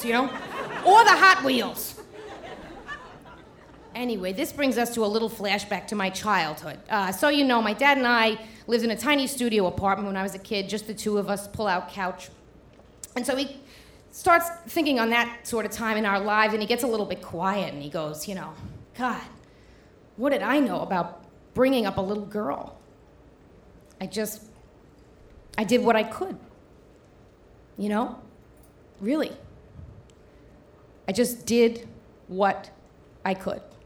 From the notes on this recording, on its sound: In this hour we’ll travel around the country to hear stories from our live open mic StorySLAM events: Louisville, Kentucky; San Francisco; Burlington, Vermont; Portland, Oregon; as well as the birthplace of the Moth StorySlam, New York City.